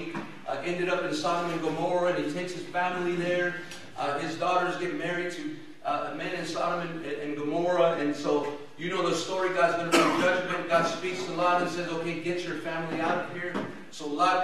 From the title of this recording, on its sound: El Paso Christian Church Live Stream